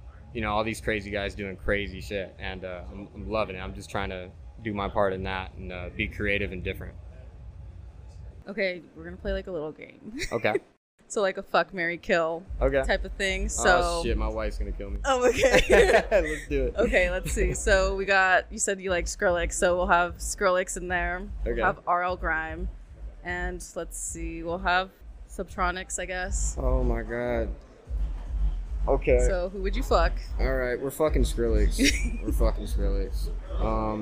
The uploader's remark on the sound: Recorded live at the iconic Jackpot Bar & Grill in Las Vegas